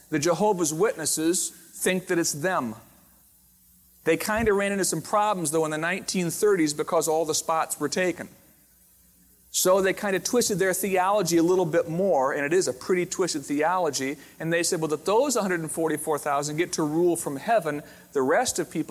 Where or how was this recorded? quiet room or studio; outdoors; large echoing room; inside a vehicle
large echoing room